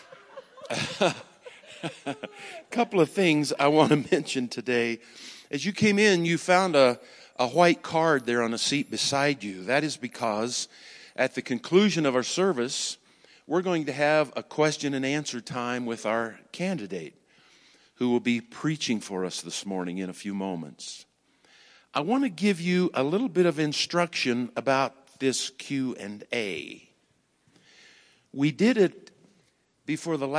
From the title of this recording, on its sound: Woodland Life Church Live